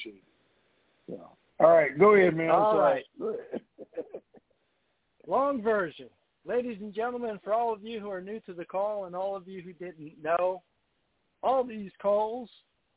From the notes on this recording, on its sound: TNTSuperfantastic Conference Call